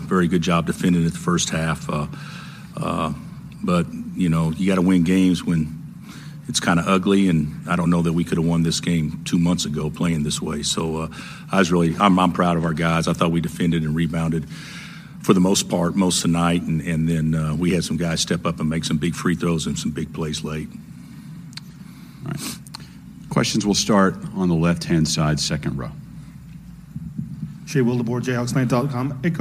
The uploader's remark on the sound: Postgame Audio From Kansas 2nd Round Win over Creighton. Hear the full post-game press conference.